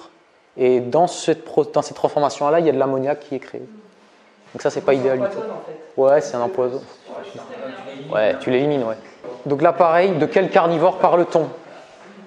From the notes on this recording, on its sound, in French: Extrait de conférence.